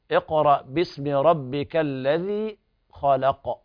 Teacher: فنقول اقرأ باسم ربك، الراء هنا من الدرجة الثانية في التفخيم، ربك والباء فيها شدة، اقرأ باسم ربك الذي خلق، والخاء تفخم واللام ترقق، ثم القاف قلقلة كبرى شديدة